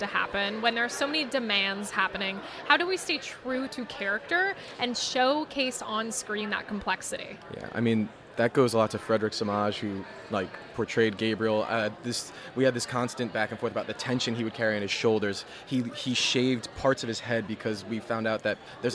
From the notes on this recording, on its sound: AFI FEST Live. Surviving 65 mph winds. We are live, on-location at the TCL Chinese Theatre for AFI FEST 2023.